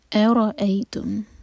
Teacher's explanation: حمزة کو لائٹ رکھیں گے اور رؤ کو ہیوی